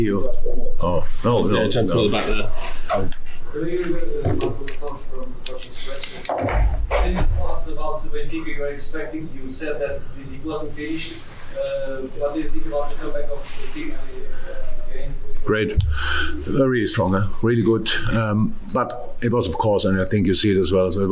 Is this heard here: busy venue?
yes